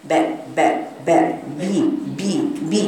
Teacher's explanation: الباء مكسورة، يبقى لازم أحقق حرف الباء المكسور وأجيبه بإطباق شفتي